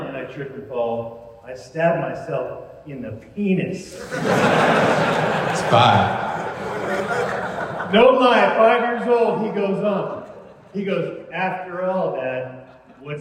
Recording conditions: live audience